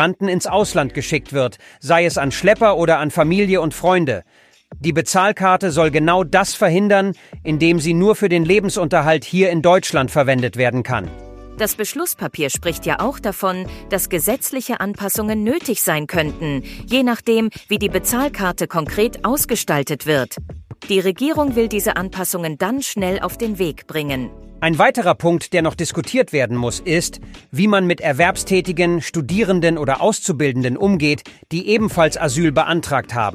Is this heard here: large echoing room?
no